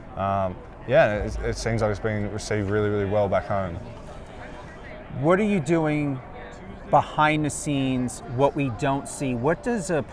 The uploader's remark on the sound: Live at Allegiant Stadium